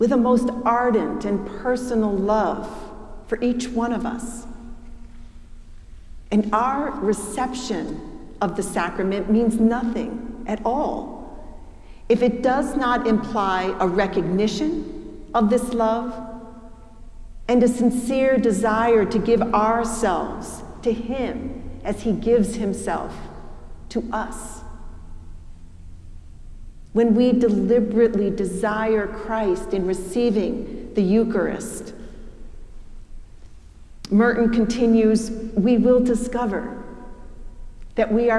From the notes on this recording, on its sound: preached at the celebration of the Holy Eucharist on the Fifth Sunday in Lent